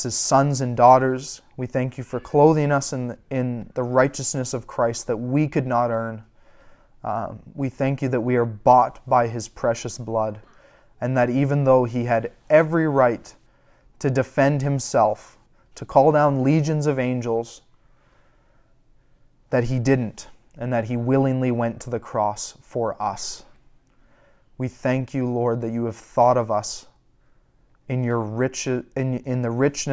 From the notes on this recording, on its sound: A sermon I preached recently at our local church as part of my Eldership training.